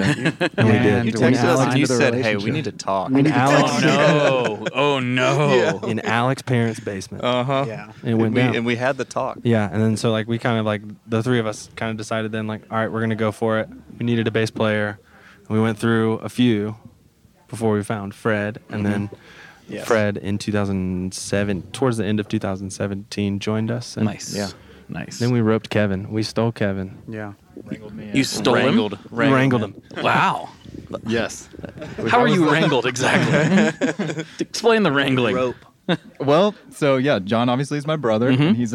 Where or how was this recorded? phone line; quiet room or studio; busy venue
busy venue